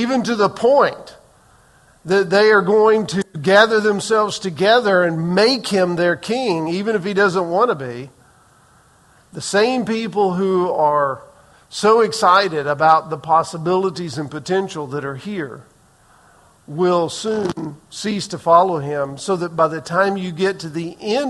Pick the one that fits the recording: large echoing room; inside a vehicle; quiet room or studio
large echoing room